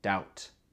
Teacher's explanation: Et le B n'est pas prononcé, c'est juste doubt.